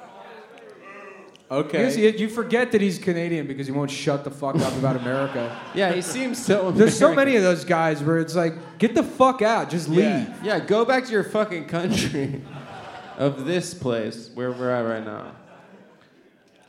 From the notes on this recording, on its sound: Otowa 2019 (Live Show)